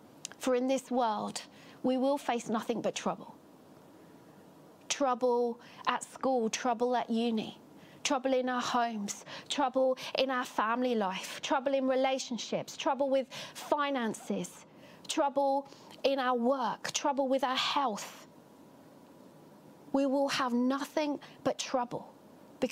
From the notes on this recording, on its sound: Catalyst Live Online Church Service.